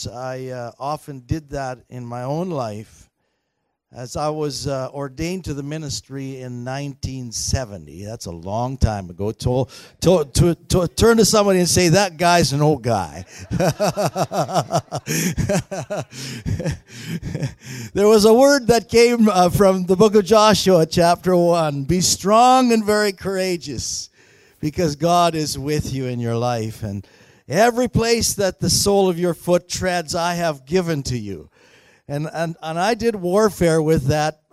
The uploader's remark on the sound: Recorded on May 19, 2019 at THRIVE Church Vancouver, Canada